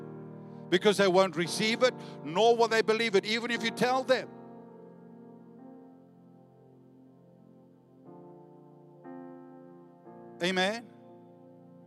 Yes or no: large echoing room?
yes